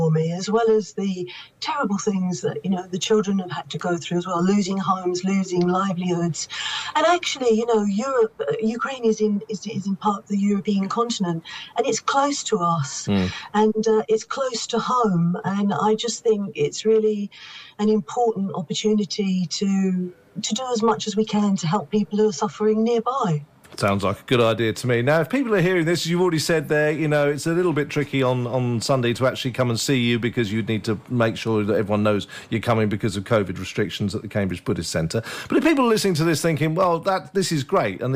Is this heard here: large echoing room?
no